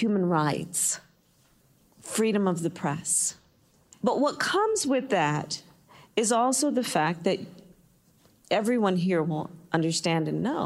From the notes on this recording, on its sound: in front of a live audience